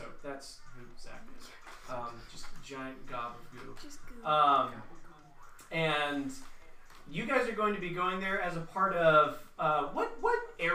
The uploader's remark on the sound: This is our first ever Runeterra Live play game. I know the sound is not the best.